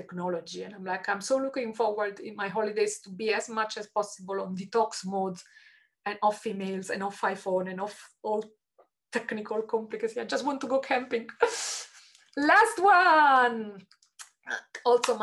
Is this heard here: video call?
yes